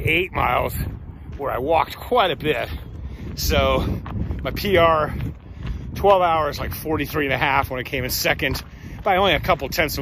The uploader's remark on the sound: Walk Talk